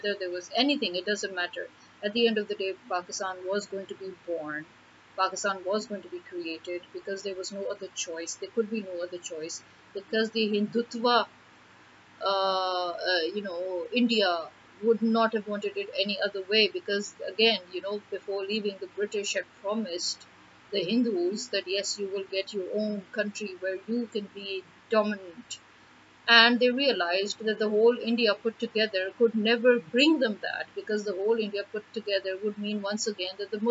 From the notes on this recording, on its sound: It was too hot to turn off the fans and record on my mobile, needed the noise cancellation of my laptop mic, but the problem there is the voice gets a little distorted while the cancellation works...so apologies in advance.